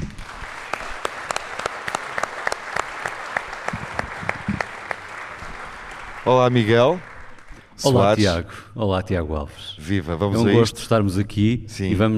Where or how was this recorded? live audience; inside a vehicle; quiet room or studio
live audience